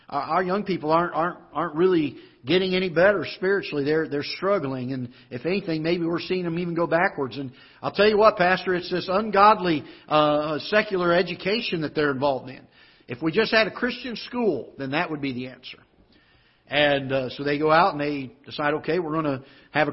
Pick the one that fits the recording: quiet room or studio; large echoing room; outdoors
large echoing room